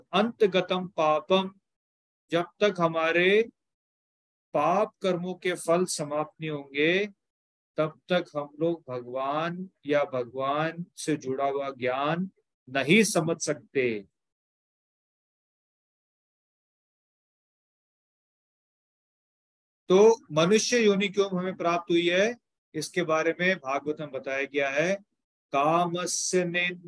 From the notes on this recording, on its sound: Zoom online session